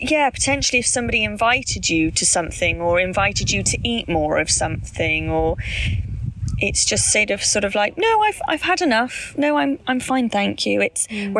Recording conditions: wind noise